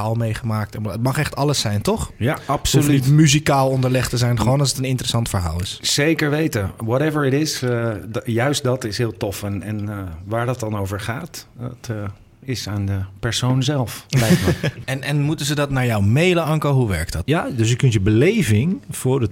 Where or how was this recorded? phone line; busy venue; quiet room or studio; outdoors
busy venue